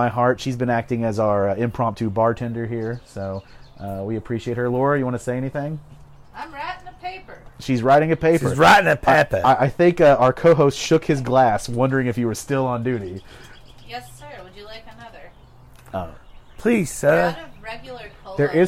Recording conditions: outdoors